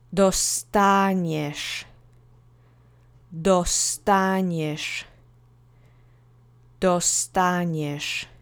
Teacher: Second syllable gets the accent.